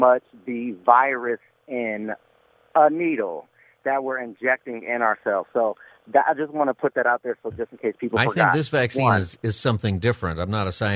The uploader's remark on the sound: Open Phone Friday